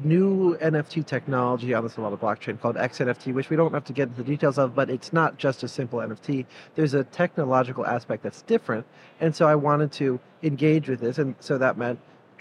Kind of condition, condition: setting, busy venue